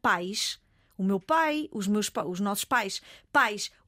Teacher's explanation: o I já é fraco, é uma semivogal